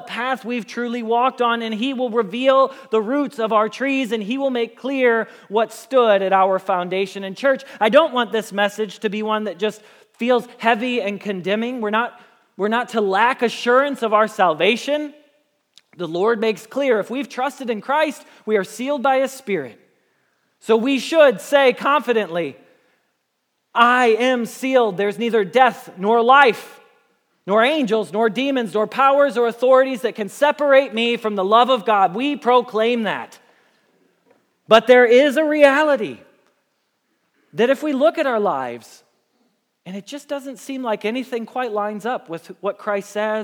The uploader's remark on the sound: Message Preached at Valley Creek Church